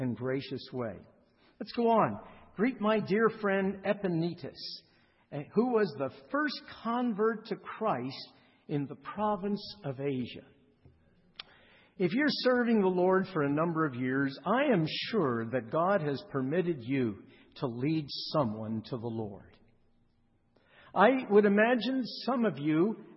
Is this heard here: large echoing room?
yes